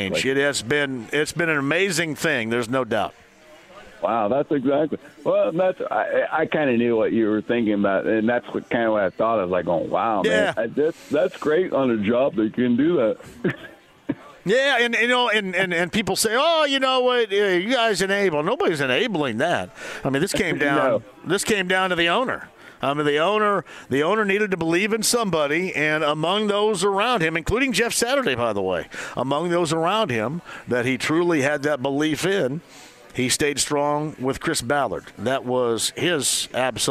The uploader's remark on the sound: Live From Harrah's Hoosier Park Racing & Casino! He then opens the phone lines up and takes a call on the Colts.